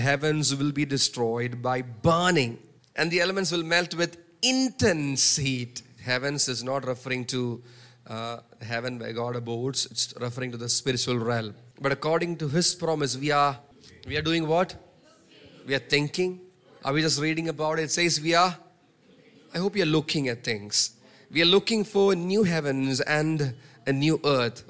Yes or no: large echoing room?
yes